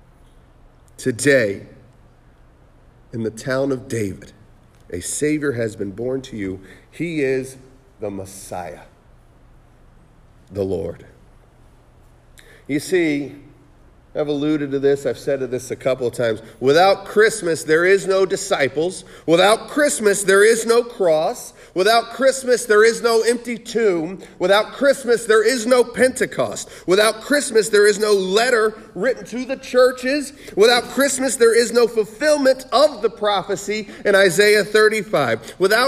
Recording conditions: large echoing room